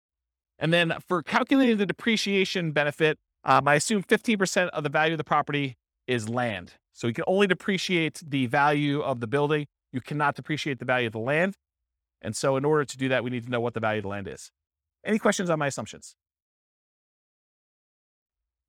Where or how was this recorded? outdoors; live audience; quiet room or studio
live audience